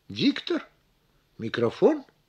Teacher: Если нам понадобится произнести эти слова не утвердительно, а вопросительно, мы выделим ударные слоги голосовым повышением.